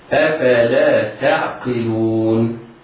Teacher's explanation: التاء مرققة، العين مرققة، القاف مكسورة مفخمة واللام مضمومة مرققة. الواو بعدها مد عارض للسكون، وقلنا مرارا ان النظر للسكون العارض بسبب الوقت يجوز في حرف المد الواقع قبله اوجه ثلاثة: الطول 6 حركات، والتوسط 4 حركات، والقصر حركتان.